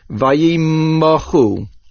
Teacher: The pronunciation of this word is vayimachu milra, with a stronger double sound on the letter mem, vayimachu. The main accent is on the ches.